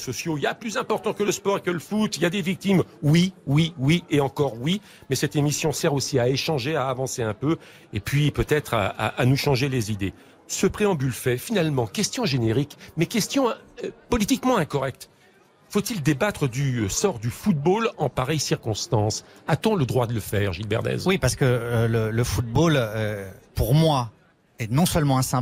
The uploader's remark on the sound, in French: en direct du salon de l'Agriculture